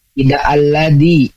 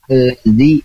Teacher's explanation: Tambahannya di makhraj nih. Allazi di itu tidak alladi ya, tidak menempel namun allazi ya. · Shown in: second take